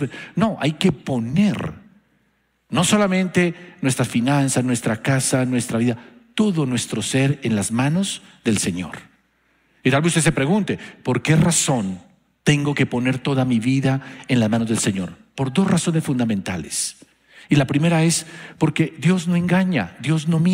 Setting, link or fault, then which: setting, large echoing room